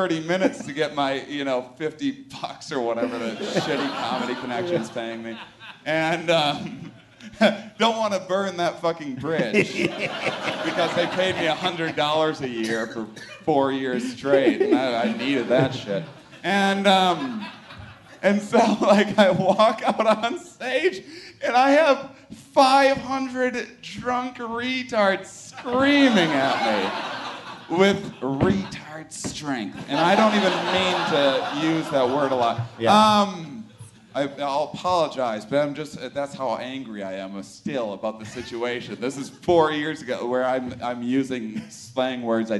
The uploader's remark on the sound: WTF crashes the SXSW Interactive festival with a live show overflowing with guests